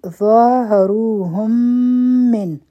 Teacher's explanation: د میم به د میم سره ادغام وشي دلته کې به مونږ غونه وکړو دوه سیکنډه ټایم به ورکو او د من نه پس حمزه دی نو دلته به اظهار